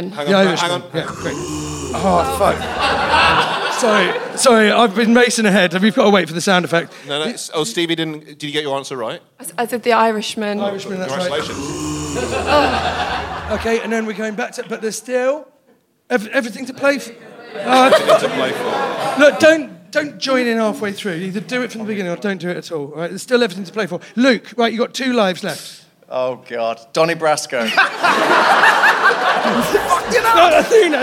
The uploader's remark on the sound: Recorded in front of a live audience